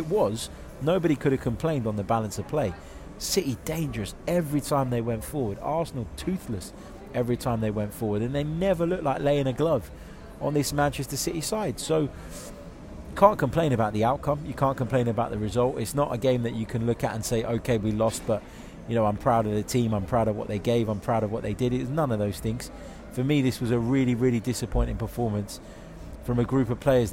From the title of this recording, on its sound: Instant Reaction from the Etihad!